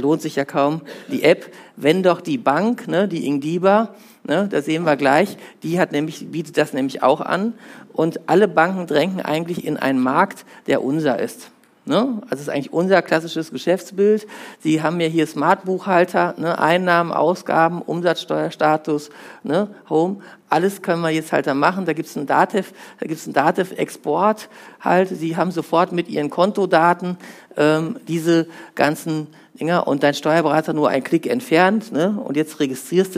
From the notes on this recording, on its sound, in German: Ein Vortrag von der Steuerfachtagung + Zukunftskongress Celle des StBV Niedersachsen Sachsen-Anhalt